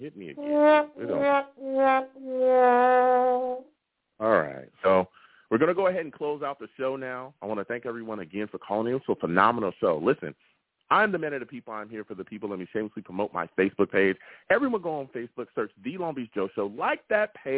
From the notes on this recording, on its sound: I also take live callers!